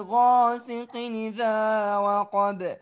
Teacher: أنت مديت المد هنا أكثر من حركتين، غاسق إذا وقب، ده حركتين حركتين.